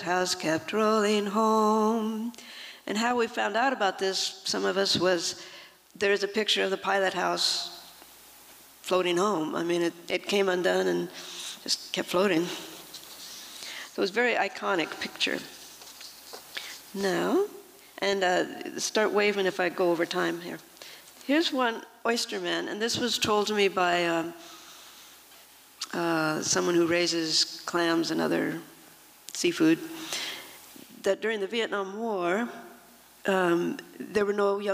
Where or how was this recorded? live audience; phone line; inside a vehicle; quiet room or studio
live audience